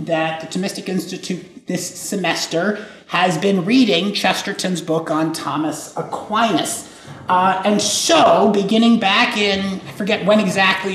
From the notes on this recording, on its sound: This lecture was given on April 27th, 2023, at the University of Texas at El Paso.